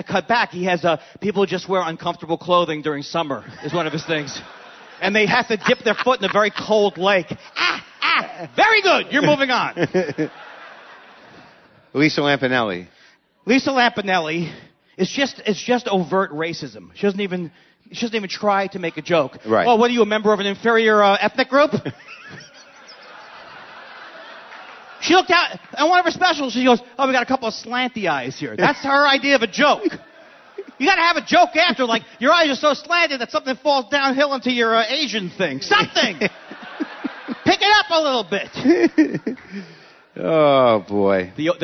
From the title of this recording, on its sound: Live from Vancouver